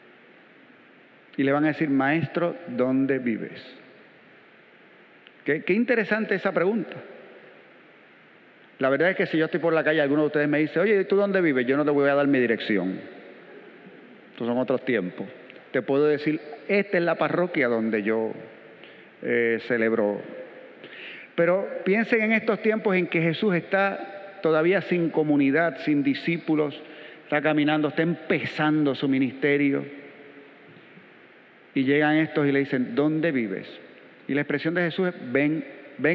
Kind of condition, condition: setting, large echoing room